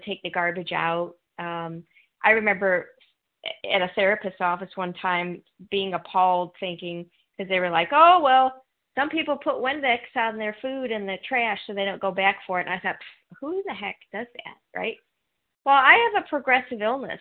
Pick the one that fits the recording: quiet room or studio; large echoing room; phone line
phone line